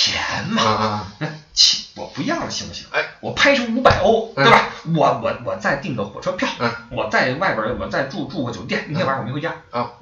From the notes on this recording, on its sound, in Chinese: 出门在外没带专业话筒，音质抱歉